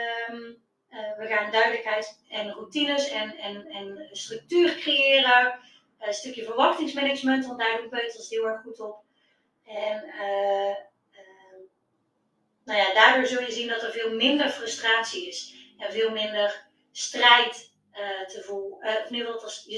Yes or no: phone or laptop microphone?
yes